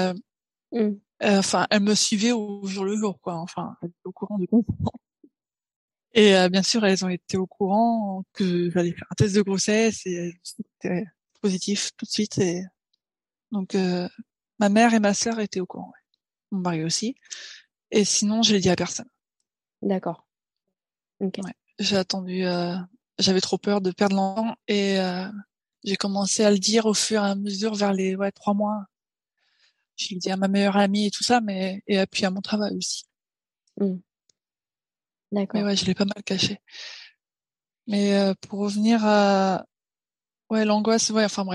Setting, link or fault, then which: link, video call